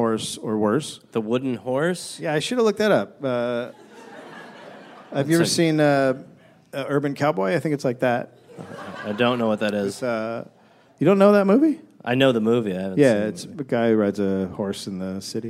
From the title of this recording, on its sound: Live in NY